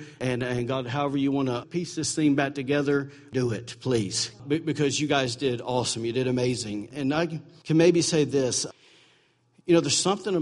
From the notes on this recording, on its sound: recorded November 5, 2017, during Sunday morning servie at Celebration Life Family Church